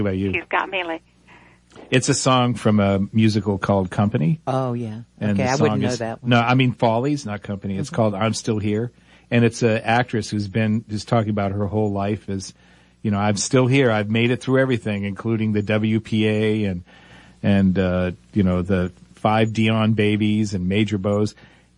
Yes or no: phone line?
yes